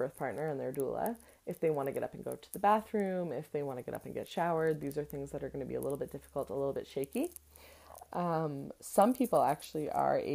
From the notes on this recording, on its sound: There is some extras noises in the audio today!